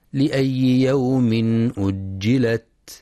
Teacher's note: ينتبه القارئ لشدة وهمس التاء في كلمة أجلت